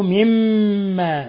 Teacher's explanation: مما حرف غن مشدد يغن مقدار حركتين، حرفا الغنة الميم المشددة والنون المشددة.